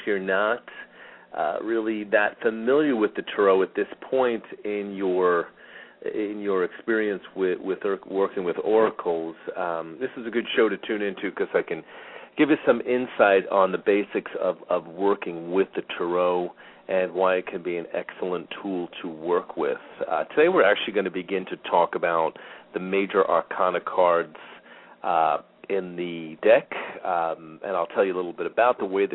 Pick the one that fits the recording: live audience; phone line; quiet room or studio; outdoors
phone line